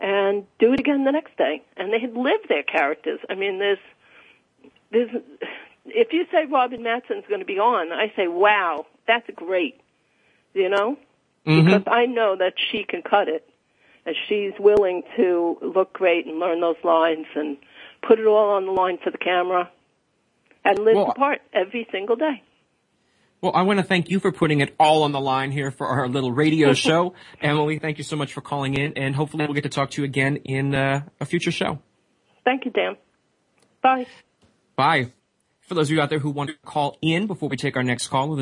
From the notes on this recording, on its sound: An hour of fan calls. Now, it’s time to open the phone lines to hear what fans have to say.